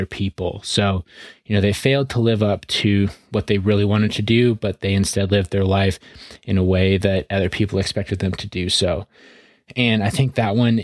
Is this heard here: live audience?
no